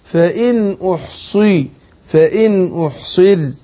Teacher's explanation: الصاد هي حرف مستعلي مكسور، صح هتاخد أدنى درجات تفخيم